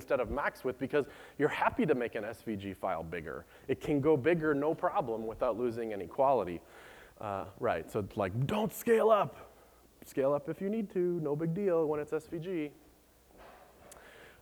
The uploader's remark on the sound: Recorded by the Treehouse gang at BlendConf. Rather than a typical screencast, this is a video taken of my talk SVG is for Everybody recorded by the Treehouse gang at BlendConf .